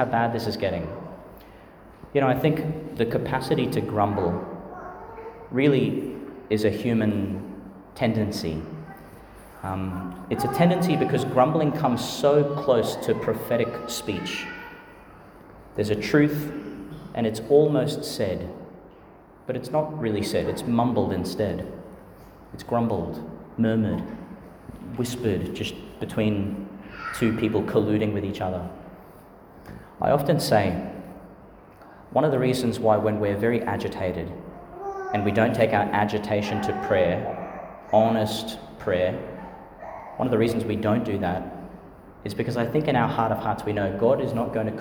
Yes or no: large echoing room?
yes